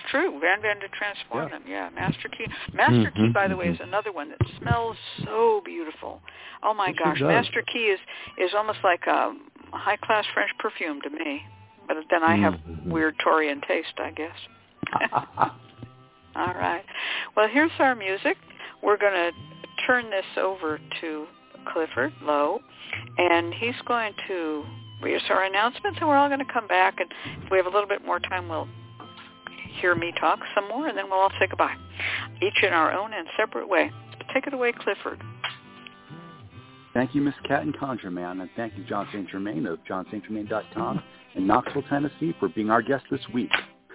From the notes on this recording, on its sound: The Lucky Mojo Hoodoo Rootwork Hour is a real, live call-in show where the general public gets a chance to ask about actual problems. We begin this show with a Discussion Panel.